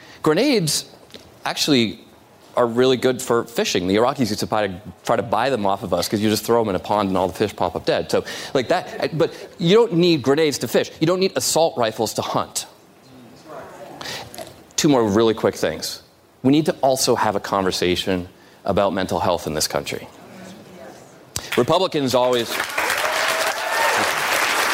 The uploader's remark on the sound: Live town hall.